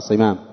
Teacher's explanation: صمام الأمان بكسر الصاد والميم مخففة